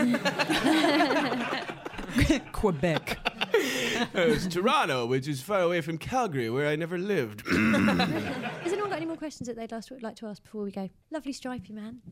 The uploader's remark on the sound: Answer questions on current events from the audience at the Soho Theatre in London.